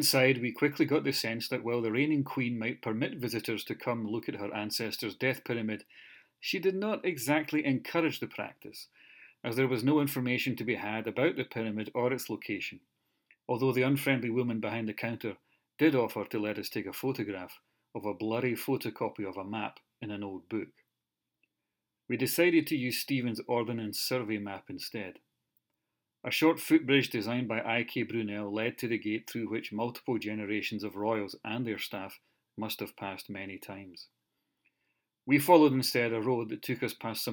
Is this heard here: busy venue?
no